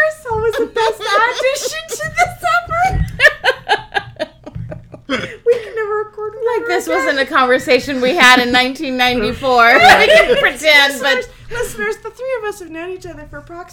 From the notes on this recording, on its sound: Squeaky bottles. Constant noise from touching the table supporting the microphone. Playing cards on the radio.